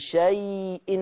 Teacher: لين عشان الياء لينة، ومهموز عشان معاها همزة. فاللين المهموز لورش يتمد أربعة ويتمد ستة · Term: لين مهموز